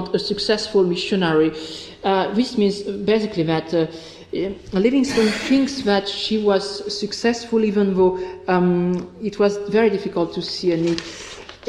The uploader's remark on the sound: This podcast is one of ten podcasts recorded at the 'Silence in the Archives' conference hosted by the Oxford Centre of Life-Writing at Wolfson College, Oxford on 7 November 2015. This set of three lectures on ‘Representation, Reputation and Manipulation', were delivered as part of Panel 1a.